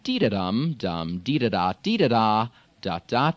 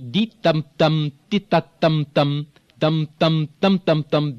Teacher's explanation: In the Farsi, there is very little change in pitch. · Shown in: second take · Term: relative monotone